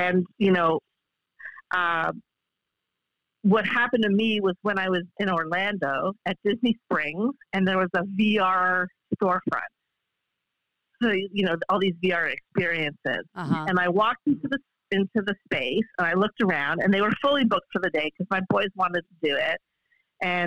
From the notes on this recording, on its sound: Phone Interview!